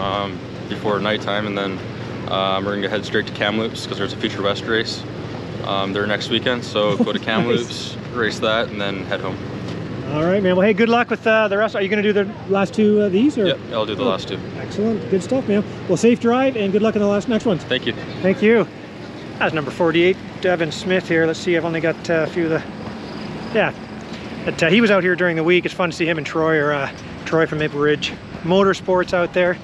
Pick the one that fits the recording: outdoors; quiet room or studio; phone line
outdoors